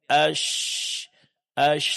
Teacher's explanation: Sesuai dengan makhraj shin di tengah-tengah lidah, kemudian udara menyebar dalam mulut. · Term: at-tafasyi